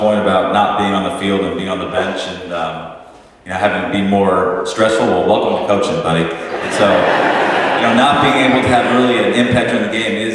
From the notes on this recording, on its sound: The conversation was recorded live at the Texas Sports Hall of Fame as part of the Lone Star Luncheon series and the 2024 Texas Rangers Winter Caravan.